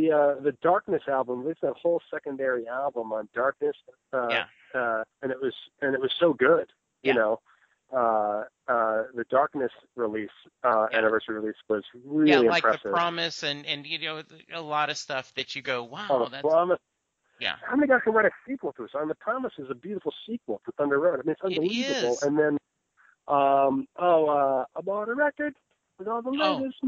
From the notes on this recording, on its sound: Calling in from his phone. It does have a couple of beeps inserted.